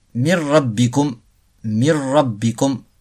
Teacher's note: On n'entend plus du tout le nun, mais on double le ra. · Term: idram complet